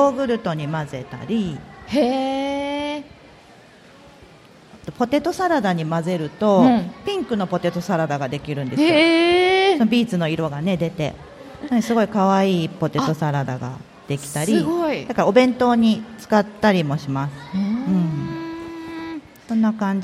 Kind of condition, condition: setting, live audience